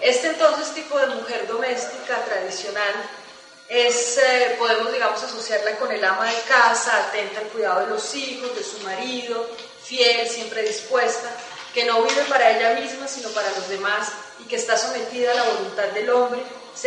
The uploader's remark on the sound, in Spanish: Realizado en las Jornadas "mayo del 68-98: Vigencia del Pensamiento Libertario", realizadas en Bogotá.